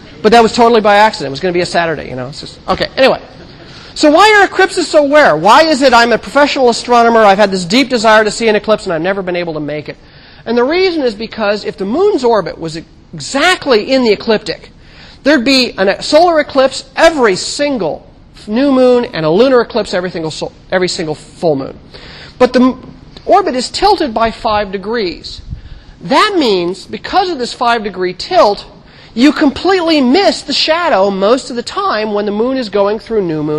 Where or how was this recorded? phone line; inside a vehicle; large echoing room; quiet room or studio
large echoing room